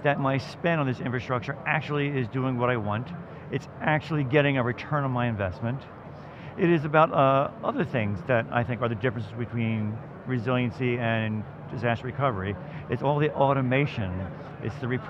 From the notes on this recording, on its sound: live from the Veritas booth at Microsoft Inspire